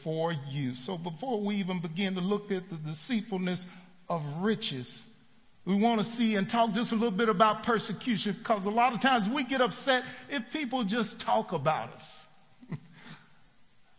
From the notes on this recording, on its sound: Recorded live at The Fellowship at Mt Juliet on May 26, 2019.